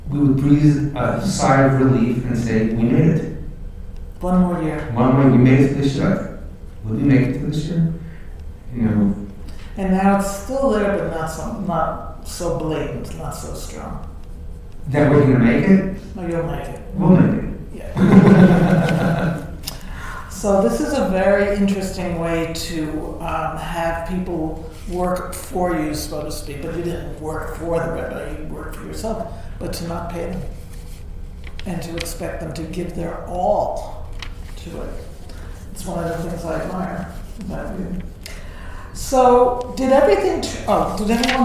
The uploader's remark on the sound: This episode, recorded in front of a live audience, is a reflective conversation on our 21 years at Brandeis and our dream for the future.